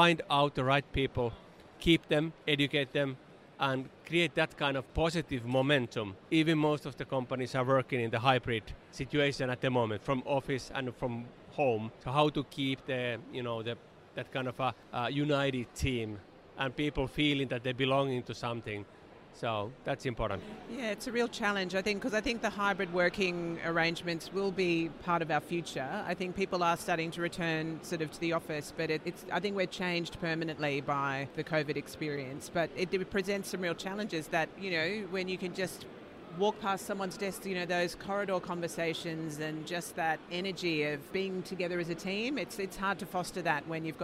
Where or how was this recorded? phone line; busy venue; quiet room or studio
busy venue